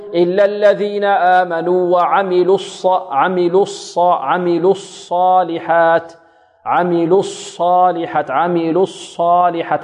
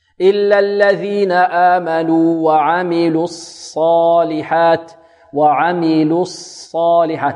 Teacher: إلا الذين آمنوا وعملوا عملوا الصالحات وهذا خطأ. لا، تضم الشفتين في اللام، وعندما تأتي للصاد ماذا؟ ترد الشفتين · Shown in: second take